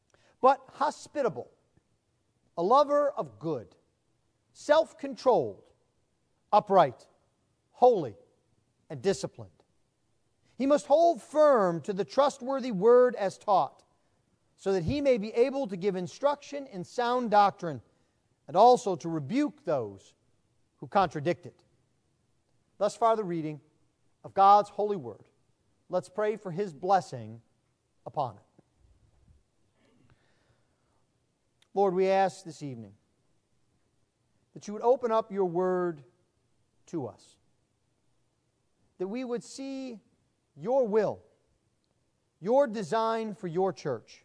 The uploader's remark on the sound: Sermon preached at the installation service